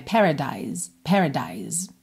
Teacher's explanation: a gente termina nesse som de S que acaba soando como um Z